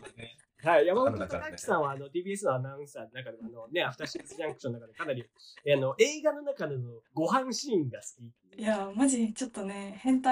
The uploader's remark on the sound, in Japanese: 今回はリモートでの会議&収録です。